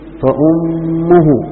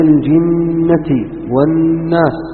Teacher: فأظهر الغنة عند التشديد فاجعلها أظهر بحيث تكون بقدر حركتين أو حرفين